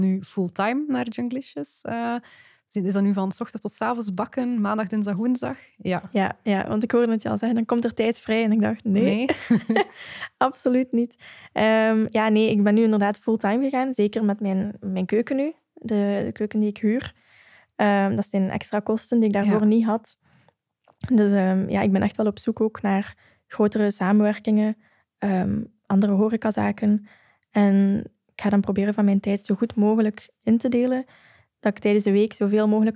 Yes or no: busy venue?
no